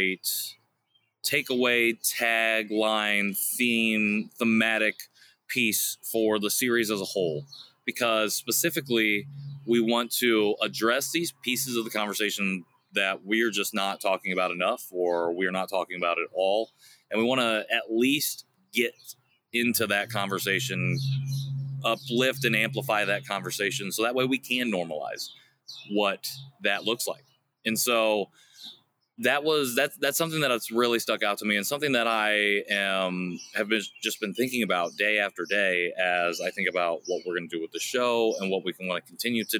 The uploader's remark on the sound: The Backyard Series. Kicks off June with a brand new series in his backyard! It IS the first time he's recorded outside (the first of many, maybe?).